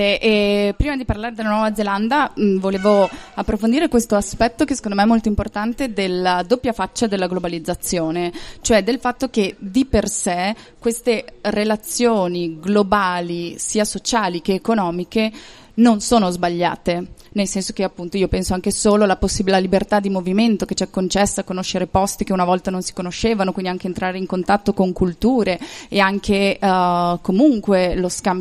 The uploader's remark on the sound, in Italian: realizzato durante il Festival dell'Economia 2019